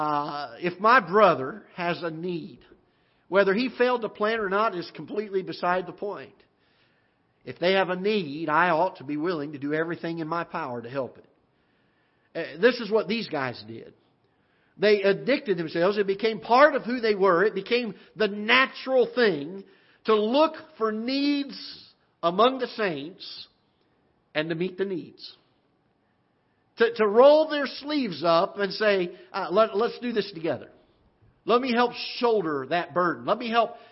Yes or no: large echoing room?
yes